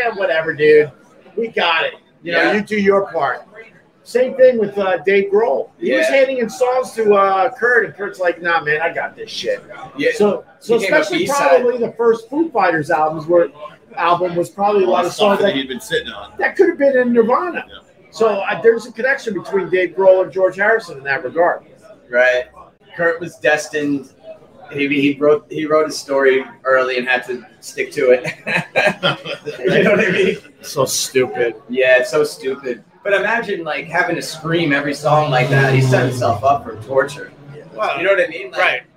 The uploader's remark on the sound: Live from Gebhards